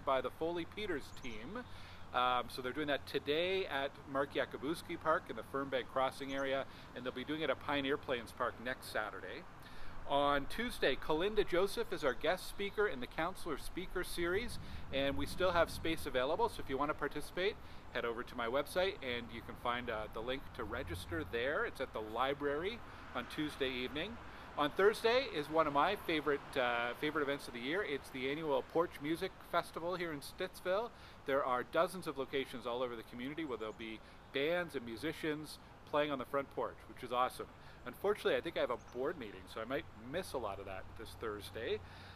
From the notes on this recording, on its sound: recorded at Village Square Park ahead of today’s Welcome to Stittsville Multicultural Festival